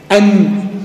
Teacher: من طرف اللسان قدام خالص قبل الاسنان على طول، قبل الشفتين · Term: النون الساكنة